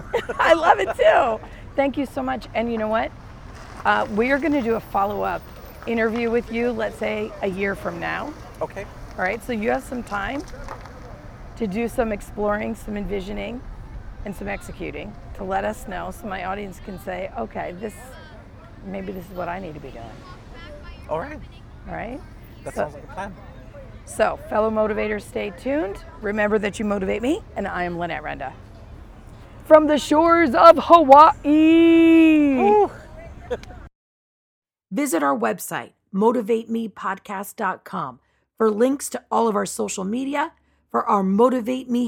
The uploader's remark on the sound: Live from the road: During a luau on one of the most beautiful beaches on Oahu